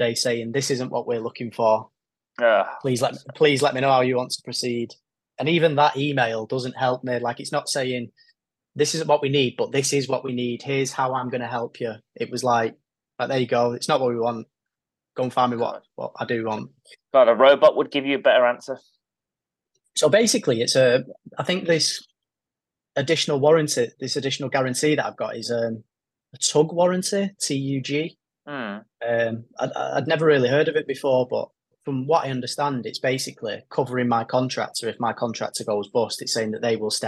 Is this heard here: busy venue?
no